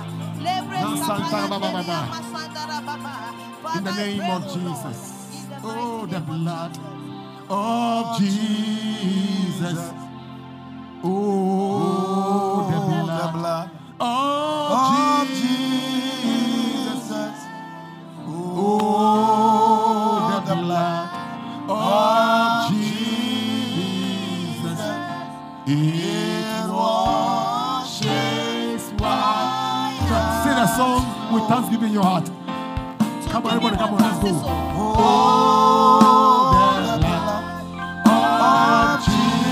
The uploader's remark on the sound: Preached at LCC Goshen